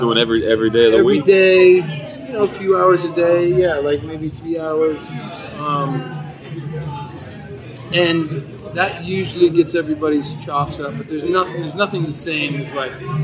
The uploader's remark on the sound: backstage at Firefly Music Festival